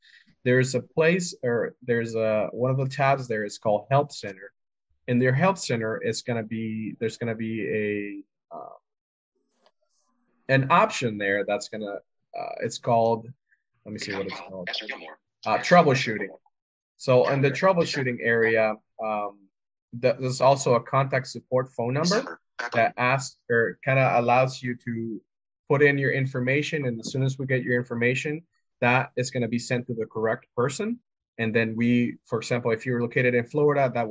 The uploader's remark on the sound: This recording from the December 7, 2022 VetTech Weekly Wednesday Webinar series